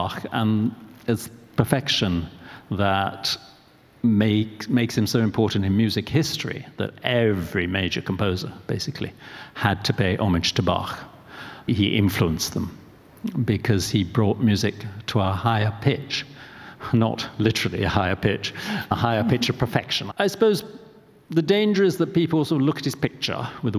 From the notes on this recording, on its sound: This live event. Intelligence Squared brought to the stage two celebrated figures from the world of music.